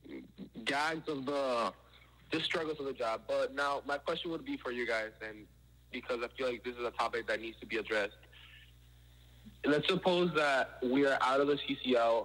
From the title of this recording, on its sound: FAN CALL IN EPISODE